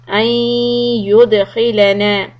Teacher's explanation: The noon sakin followed by ya. This is idgham with ghunna.